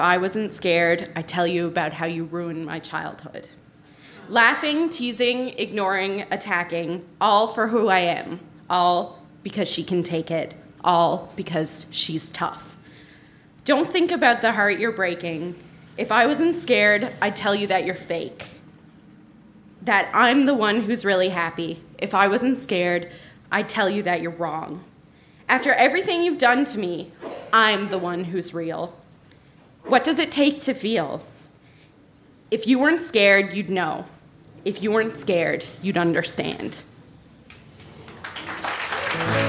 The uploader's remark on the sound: Recorded live at The Rocket Room in St. John's, NL.